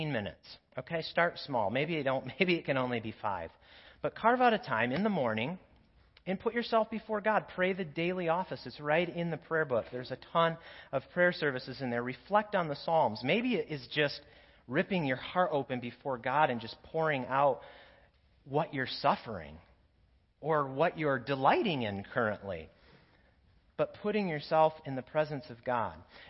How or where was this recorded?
large echoing room